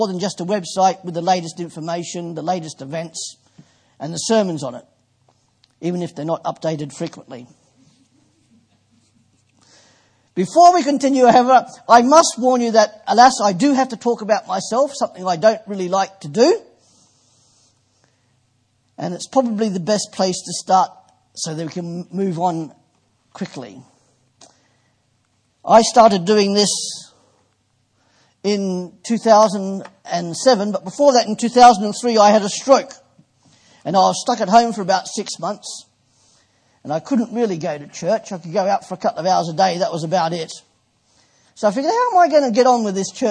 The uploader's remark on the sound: Preached at Poulner Baptist Chapel, 1st February 2015.